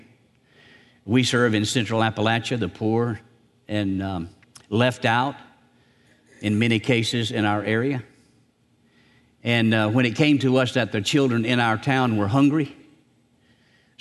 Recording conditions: large echoing room